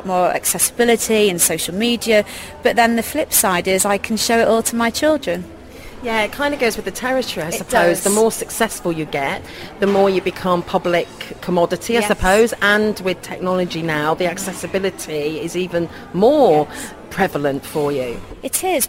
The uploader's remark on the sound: On Location interviews at the Sheraton Grand Hotel.